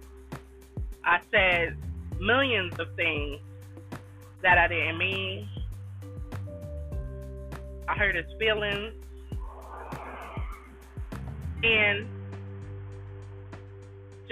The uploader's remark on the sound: While sitting my in my car